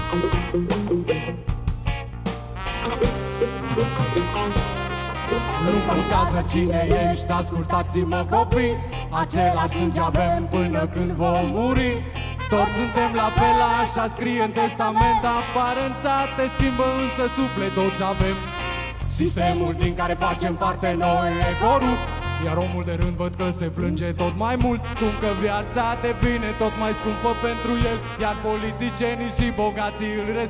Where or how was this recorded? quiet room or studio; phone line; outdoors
outdoors